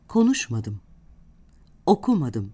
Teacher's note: vurgu olumsuzluk ekinden önceki hecededir